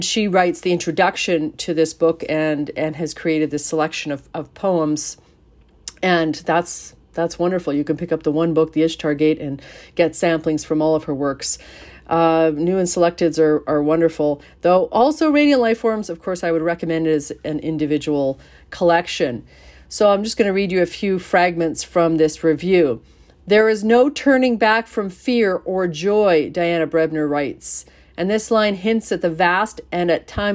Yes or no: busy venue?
no